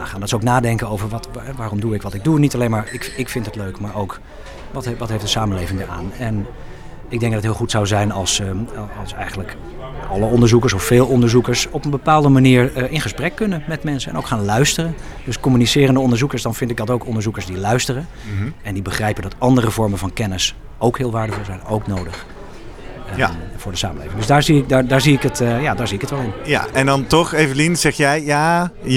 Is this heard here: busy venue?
yes